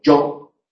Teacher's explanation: Cuando yo digo yo, estoy haciendo una africada. Empieza en un momento.